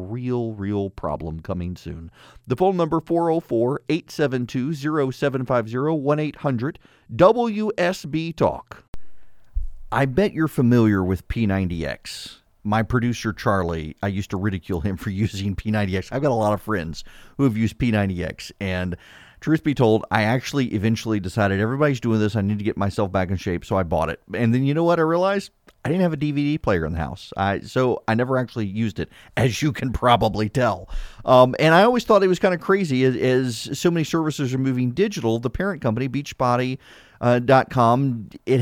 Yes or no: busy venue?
no